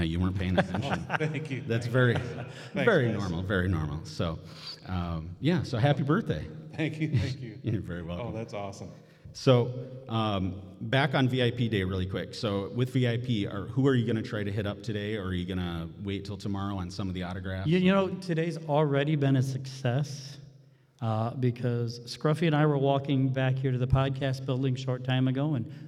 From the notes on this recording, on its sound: HHP Live on the ECPCTV Stage. Live appearances on the ECPCTV Stage at ICCC 2023. Doing their live episode of the convention.